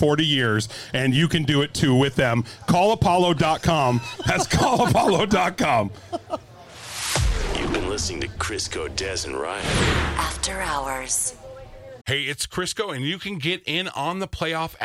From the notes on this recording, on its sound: It's our third and final live podcast from the 2023 Minnesota State Fair.